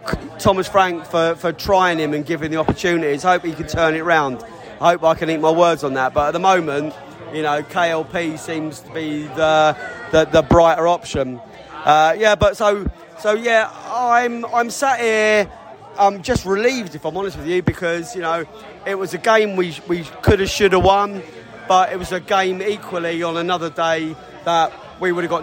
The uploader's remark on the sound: Post-match podcast from the stands.